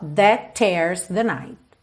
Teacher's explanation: Percebe como você liga o that no tears com um T só